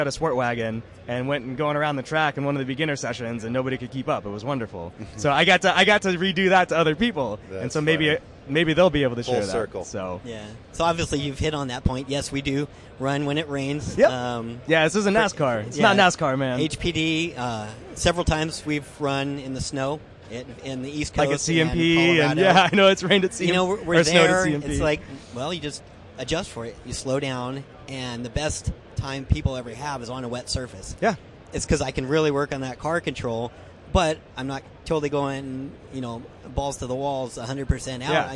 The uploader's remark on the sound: live from the 2015 SEMA show